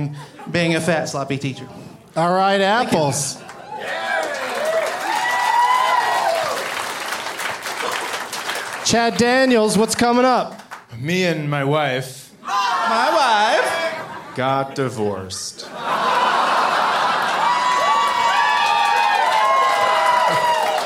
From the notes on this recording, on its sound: Live from Comedy Works in Denver